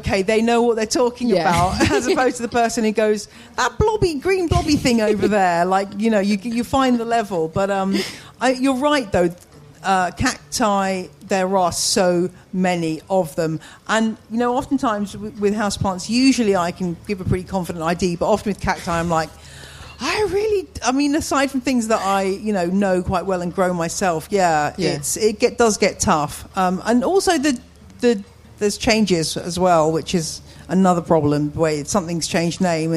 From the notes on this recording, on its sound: In a live recording at the Hampton Court Palace Garden Festival.